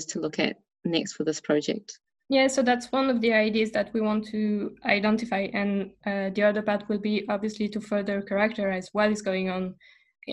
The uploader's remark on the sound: In this episode of the review recorded via zoom.